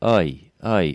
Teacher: almost no lip rounding at all